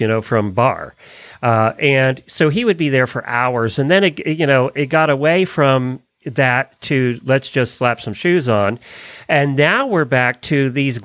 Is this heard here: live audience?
no